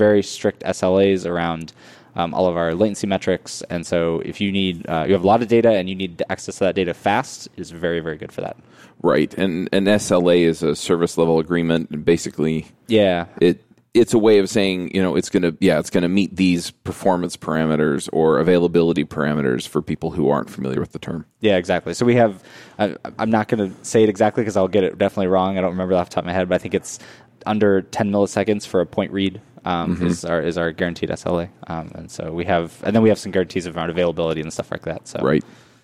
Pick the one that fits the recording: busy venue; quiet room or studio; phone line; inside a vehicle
busy venue